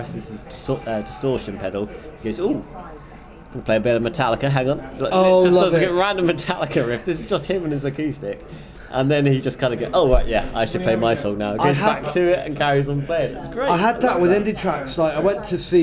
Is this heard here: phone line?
no